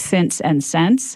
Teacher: So if I move to the South, I might start saying pin and pen more alike, but I probably don't know that the same vowel needs to merge in words like since and sense. So I wouldn't do it in the natural pattern.